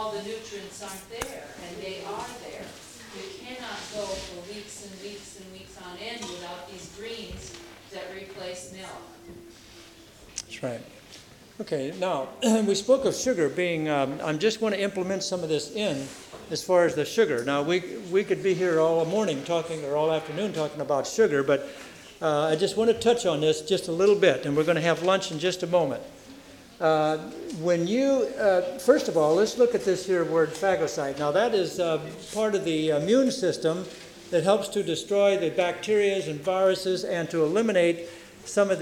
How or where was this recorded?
large echoing room